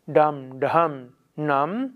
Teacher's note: dham, nam, ist jeweils zerebralisiert, die Zunge ist oben